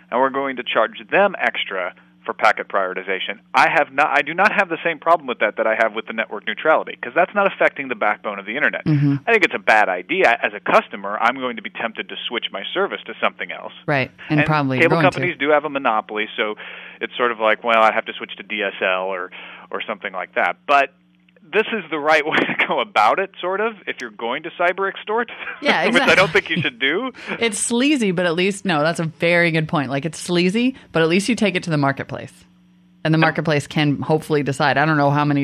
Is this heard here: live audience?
no